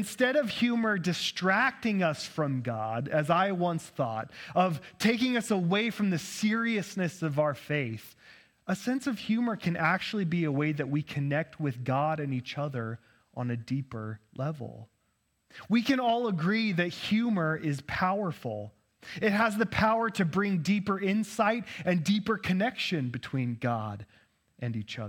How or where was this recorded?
large echoing room